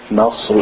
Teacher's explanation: So say ida ja anosru, because we're trying to make the noon quickly with the sawd. So the noon is thin, the sawd is thick.